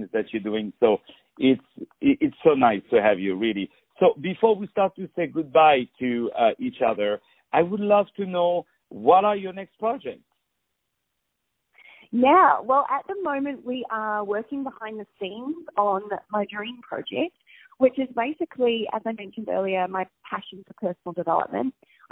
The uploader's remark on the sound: On the phone